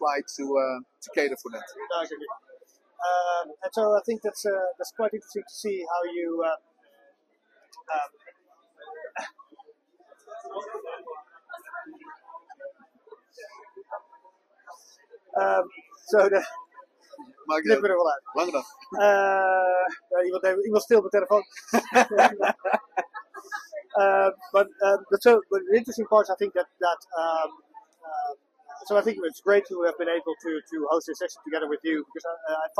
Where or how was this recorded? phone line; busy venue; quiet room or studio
busy venue